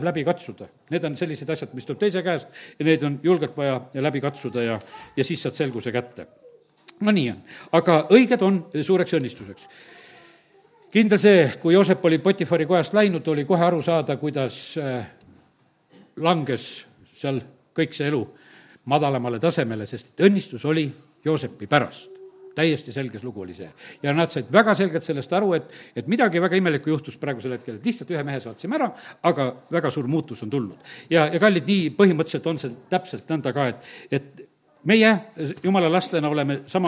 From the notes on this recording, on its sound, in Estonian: Audio salvestus koosolekult